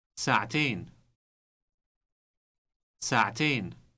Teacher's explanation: Note the T sound inserted before the final syllable ain. This is because this word is feminine.